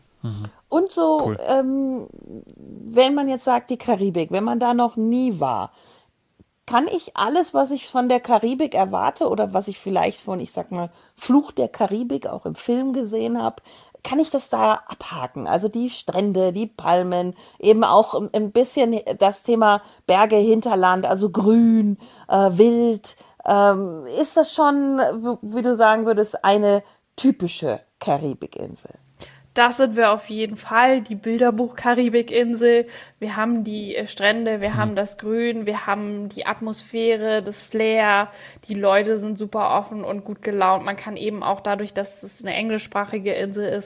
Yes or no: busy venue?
no